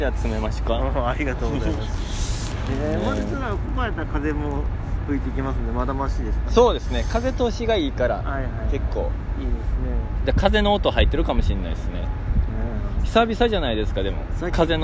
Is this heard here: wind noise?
yes